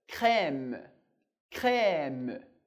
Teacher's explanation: esse é com accent grave, tem um som bem aberto